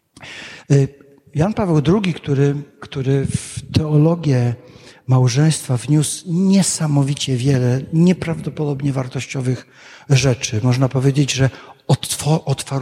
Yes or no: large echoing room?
yes